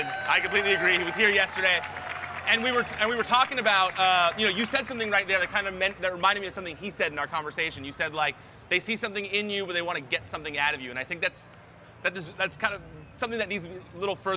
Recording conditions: busy venue